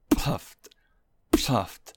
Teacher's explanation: You want to get a good burst of air behind the initial P. Because that's what really makes that snare sound. · Term: PFT snare